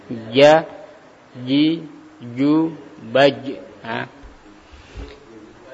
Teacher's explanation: lidah tengahnya mengangkat, nempel, membentur ke langit-langit atas sehingga aliran nafas ya, kita kok gini ya, ja, dibenturkan ke atas, ja, ha, ja.